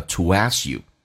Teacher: ooh 后面跟着任何的元音要加一个半元音 w